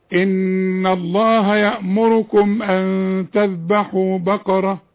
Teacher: يأمركم الميم اللي عليها السكون في المصحف كله، اوعي تغنيها ولا تقفي عليها